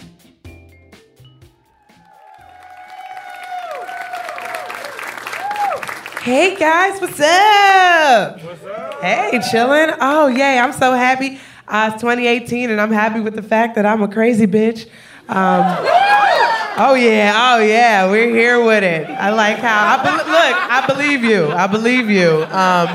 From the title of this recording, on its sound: Live At Caveat!